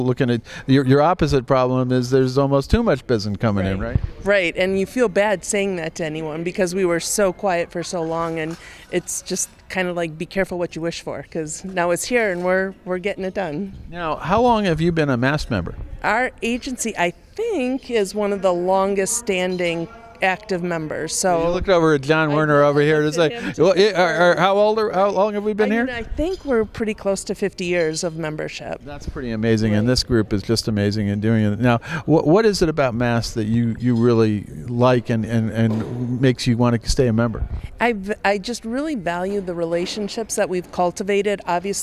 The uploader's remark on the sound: at the recent MAST Travel Network conference in Las Vegas